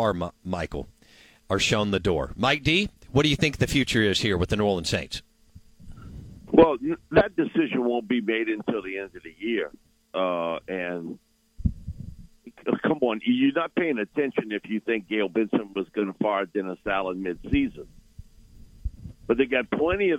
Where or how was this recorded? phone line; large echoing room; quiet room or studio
phone line